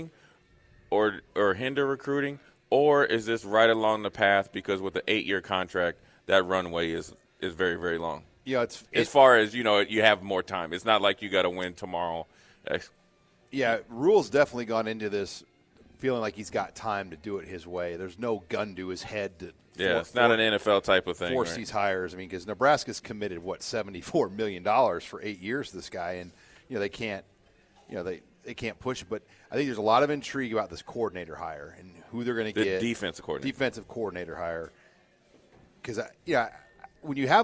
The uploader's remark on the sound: Live from Tanner's